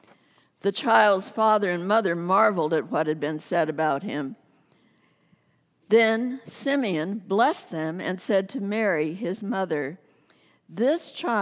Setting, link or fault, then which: setting, large echoing room